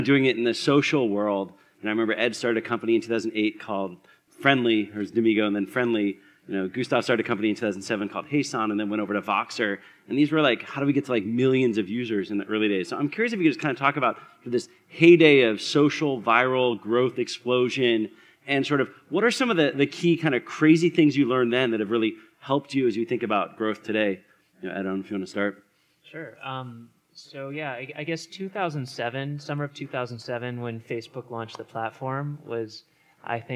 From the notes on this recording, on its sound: The Scaleup Offsite 2017. This panel was recorded at The Scaleup Offsite, an event focused on scaling companies co-hosted by Greylock Partners and YC Continuity.